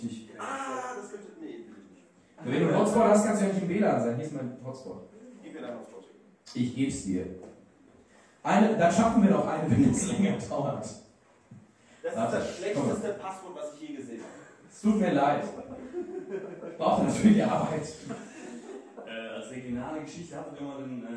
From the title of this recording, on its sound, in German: Live in Lüdenscheid Teil 2